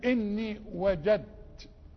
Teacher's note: اني وجدت دال بدون تشكيل هتدخل في التاء المشددة، ها فيحصل ادغام